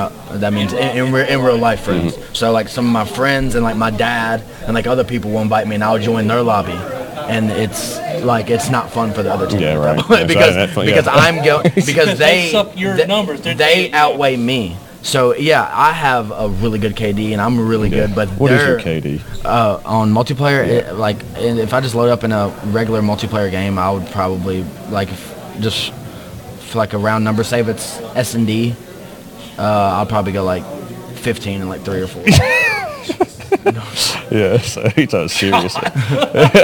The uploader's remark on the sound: LIVE* MS Comic Con 23